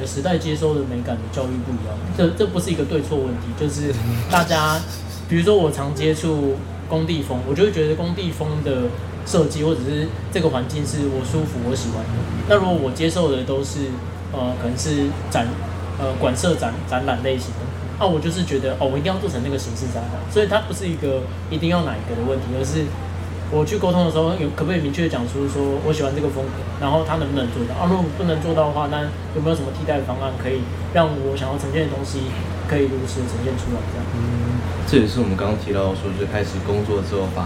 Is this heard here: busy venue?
yes